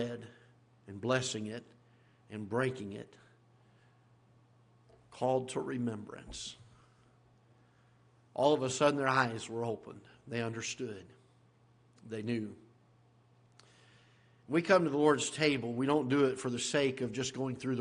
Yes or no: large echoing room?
yes